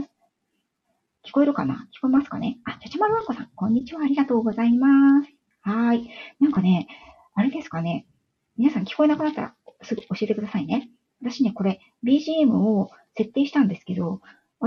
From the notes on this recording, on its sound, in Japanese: 今朝はライブの状態が不安定で、 音声やBGMが聞こえづらく申し訳ございませんでした